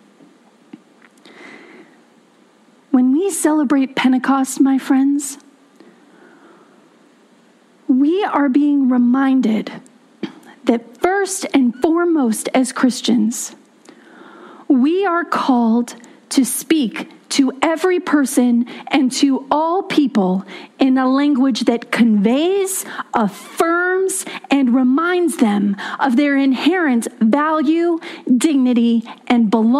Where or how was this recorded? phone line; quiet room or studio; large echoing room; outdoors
large echoing room